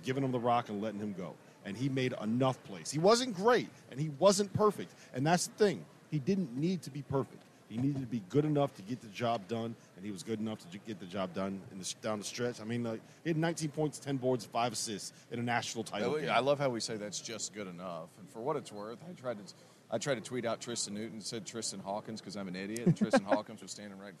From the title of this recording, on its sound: LIVE from NRG Stadium